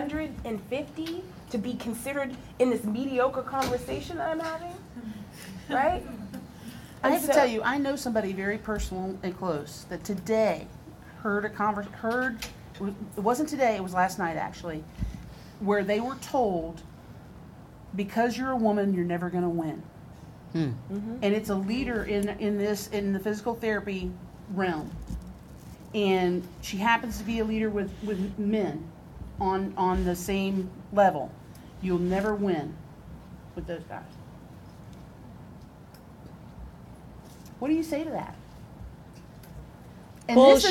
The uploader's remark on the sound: LIVE from the Combined Sections Meeting in New Orleans, Louisiana